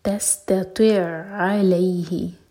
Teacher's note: تا کو لائٹ رکھیں گے اس کے بعد جو تو ہے وہ heavy ہوگا